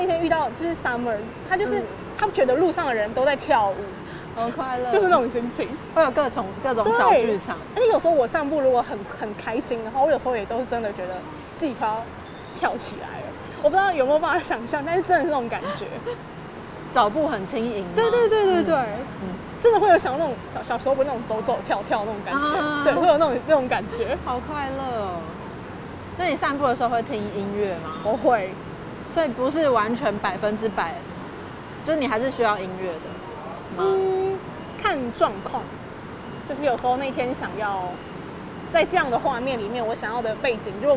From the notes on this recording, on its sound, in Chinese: 邊散步邊錄音。將噪音打包成環境音，。為什麼想要在環境噪音中聊天？